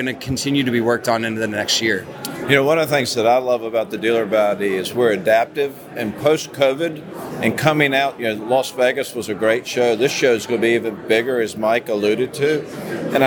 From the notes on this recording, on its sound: ASOTU was on the ground during the 2023 NADA Show